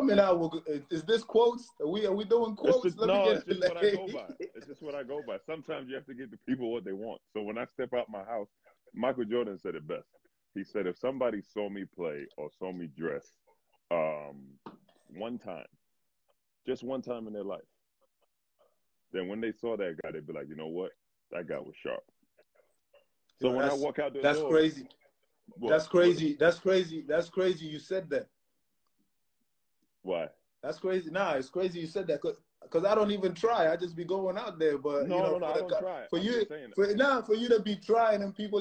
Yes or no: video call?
yes